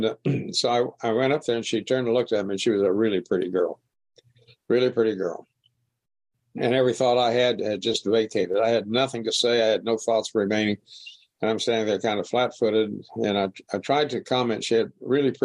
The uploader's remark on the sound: This was recorded at the Magical Mystery Tour zoom meeting in January of 2022.